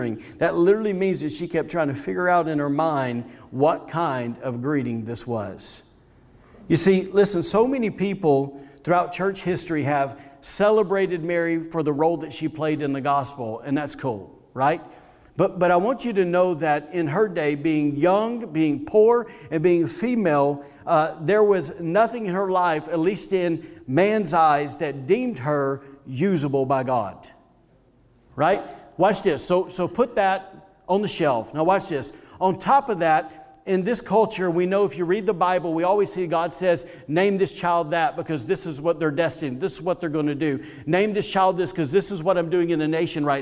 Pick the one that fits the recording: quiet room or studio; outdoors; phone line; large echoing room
large echoing room